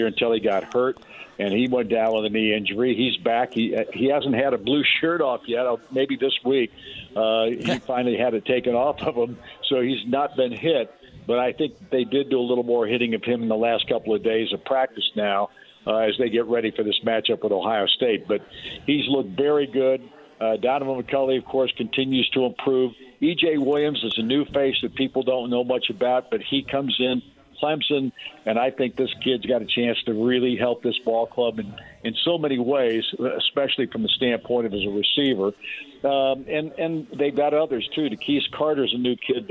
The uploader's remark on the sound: Live From Union Jack Pub